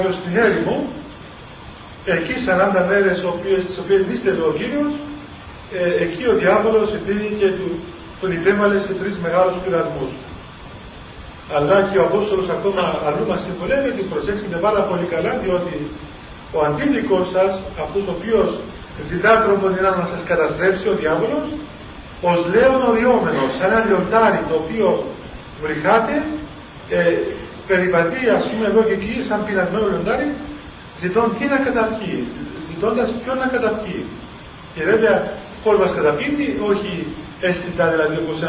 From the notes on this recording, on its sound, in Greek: Η ηχογράφηση δεν είναι πλήρης. Λόγου τεχνικού προβλήματος η ποιότητα ήχου είναι χαμηλή.